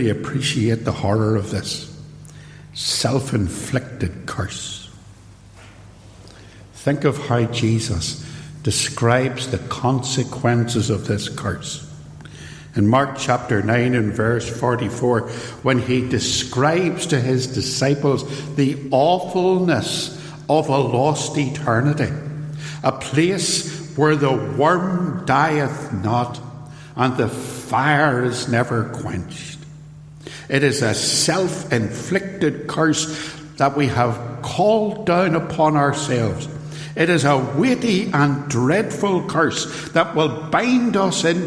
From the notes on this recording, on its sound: Sermon preached at Templepatrick Reformed Church.